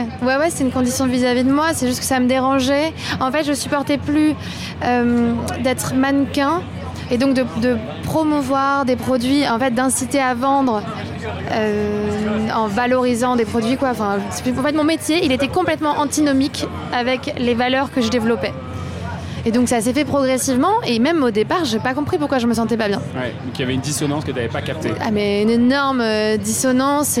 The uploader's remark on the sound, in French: J'ai enregistré un podcast à 320 km/h. Dans le cadre d'un partenariat entre 2Tonnes et la SNCF, j'ai été invité à prendre le train pour suivre un atelier express avec des influenceurs. Je me suis donc retrouvé en TGV pour enregistrer avec des influenceurs.